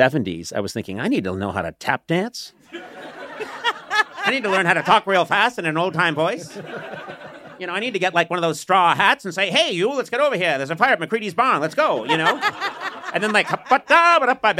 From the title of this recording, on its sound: Live from the SiriusXM Garage